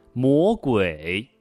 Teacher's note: 第三声呢是一个转折调，起调是二，先降下来，降到一，再升上去，最后收音的时候收在四的位置上